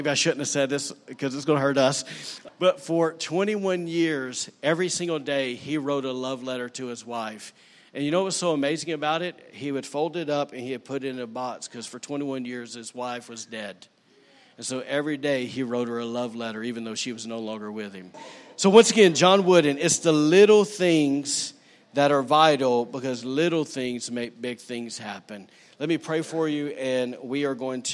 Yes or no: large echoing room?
yes